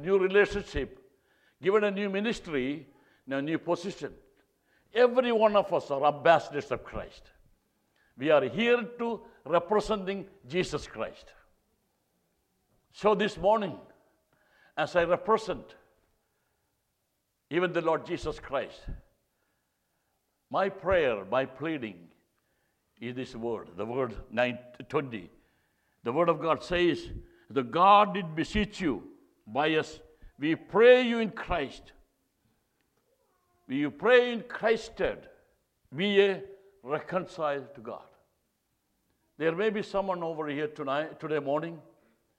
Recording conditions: large echoing room